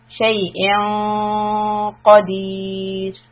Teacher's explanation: we need to lift the back of the tongue. So it's ready for qaf and the ghunna quality will be heavy. · we have ikhfa on hamza, but it is going to be affected by the letter qaf. Qaf comes from the back of the tongue being pushed upwards.